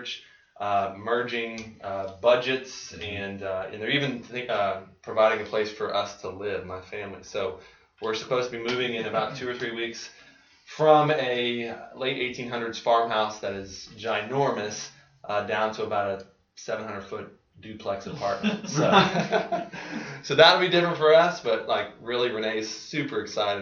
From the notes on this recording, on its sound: Sorry about the audio quality on this one, folks! It appears as if the built-in laptop mic was capturing the audio instead of our nicer stand-alone microphone.